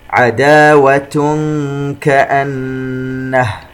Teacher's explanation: تنوين وبعده حرف الكاف إخفاء